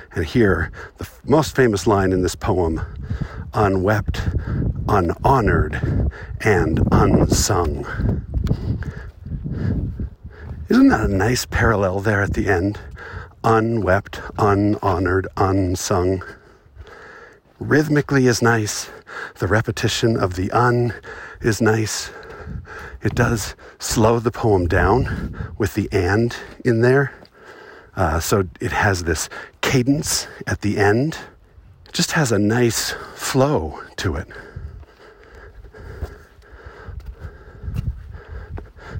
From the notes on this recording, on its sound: Recorded on the Watchman Overlook in Zion National Park. There are always too may people at Zion, but I found a spot where I could have some quiet privacy and record a poem. Unfortunately, technology was conspiring against me, and so this sounds kinda lousy.